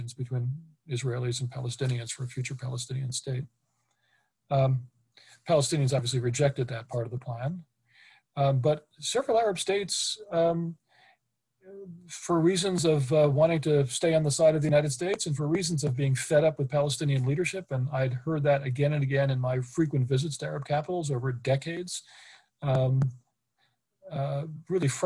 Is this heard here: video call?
yes